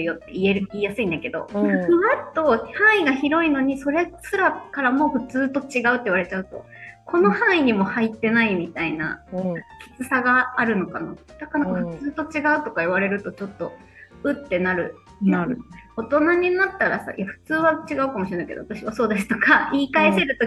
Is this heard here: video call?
yes